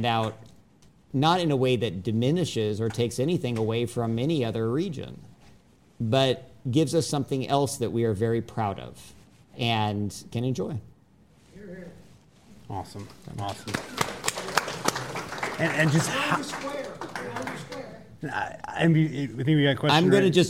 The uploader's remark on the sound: Recorded for a live audience at Capital Factory.